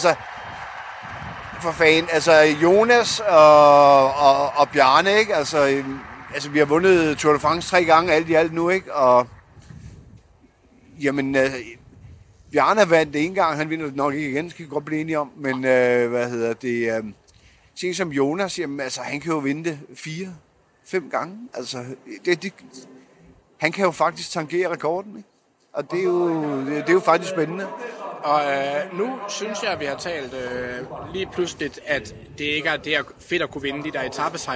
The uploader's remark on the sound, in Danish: (Næsten) live fra Rådhuspladsen. Vi sendte semilive. Vi skal beklage lyden, men sådan er det, når man optager på balkonen foran en propfyldt Rådhuspladsen.